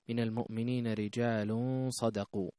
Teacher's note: تنوين ضم أتى بعده حرف الصاد وهو من حروف الإخفاء